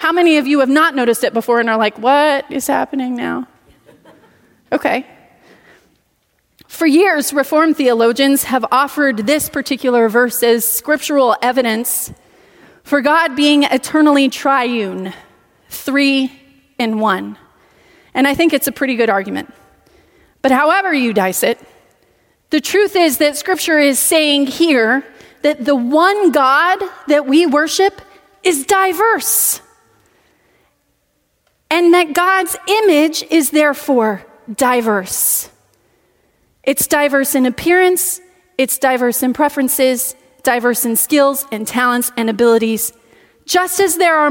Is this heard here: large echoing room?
yes